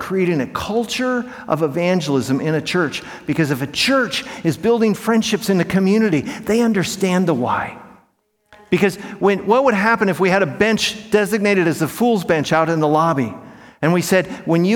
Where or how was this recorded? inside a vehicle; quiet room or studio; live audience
live audience